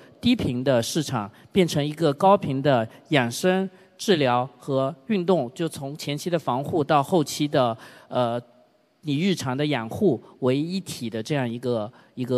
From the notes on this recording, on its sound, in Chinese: 在天下网商举办的“2023新网商峰会”上，我和四位新品牌创始人进行了一场持续1小时的圆桌会谈